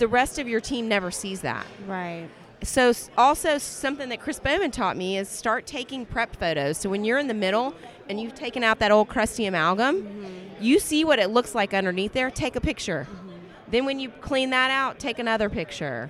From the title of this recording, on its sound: Live at Voices of Dentistry